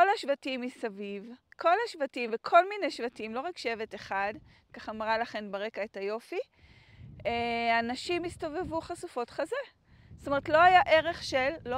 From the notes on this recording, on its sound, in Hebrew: הקלטתי לכן את הפרק בדרכים יפהפיות בצפון מערב טנזניה.